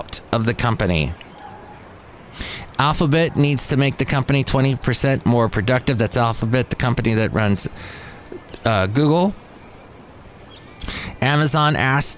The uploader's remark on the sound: podcasts live from Cafe Anyway